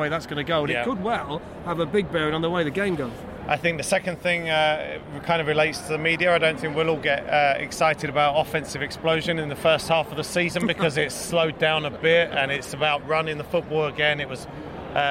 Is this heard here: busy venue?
yes